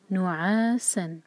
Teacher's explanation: آگے ہے سین whistling sound کے ساتھ